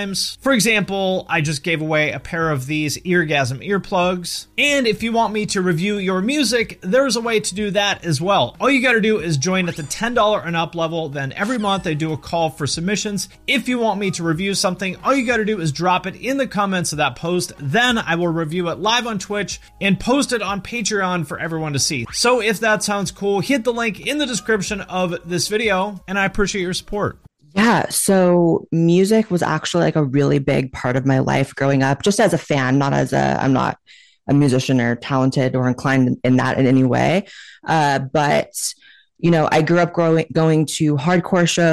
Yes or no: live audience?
no